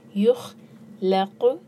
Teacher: خا کا مخرج جو ہے گلے سے آواز آنی چاہیے. یخ لق قوف پر قلقلہ.